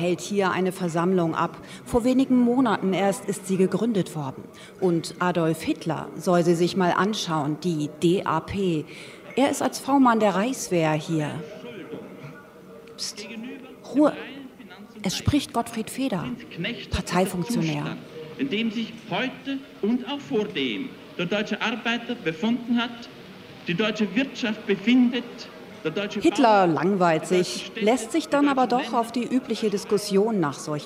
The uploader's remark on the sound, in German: live aus dem Gloria Theater Köln